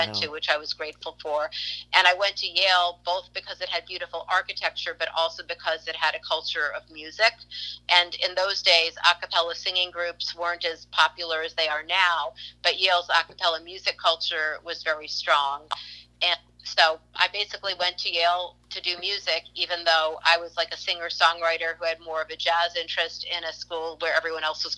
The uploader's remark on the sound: burnt the phone lines